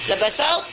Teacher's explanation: yang hilang di sini adalah qalqalahnya saja. · Term: idgham naqis